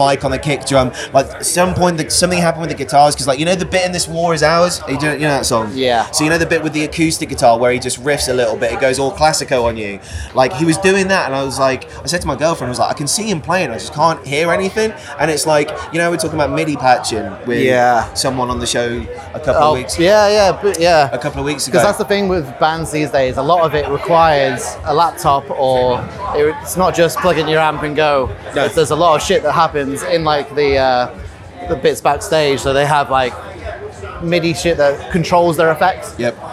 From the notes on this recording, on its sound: we ventured out of the studio for the first time and into the field as we covered Slam Dunk Festival 2023